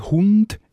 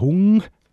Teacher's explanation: Und, und Hung ist hinge am Gaumensegel, am Velum und darum ist das die Velarisierung von ND zu NG · Shown in: second take